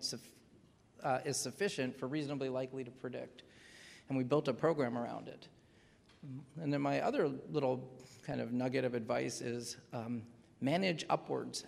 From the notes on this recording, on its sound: In this session recorded at CMO Summit 2022